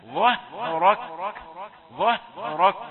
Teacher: لاحظ في كلمة ظهرك الهاء مرفقة، ثم تأتي الراء مفخمة، الظاء والراء مفخمتان وبينهما الهاء لا تظلمها